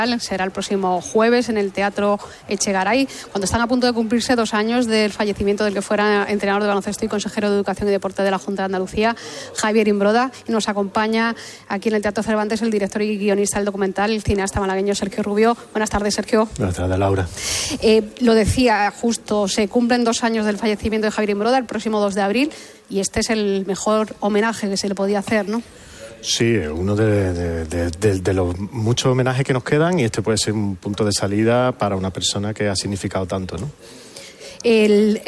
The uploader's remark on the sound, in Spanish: Nos trasladamos en directo hasta el Teatro Cervantes de Málaga para inaugura el Festival de Cine de Málaga.